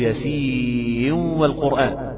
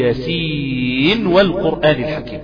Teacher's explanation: والنون في ياسين نون أظهري · Shown in: second take · نعم، وبين النون في نون ياسين، لا تقول ياسين والقرآن، ما تضغمش، قل ياسين والقرآن الحكيم.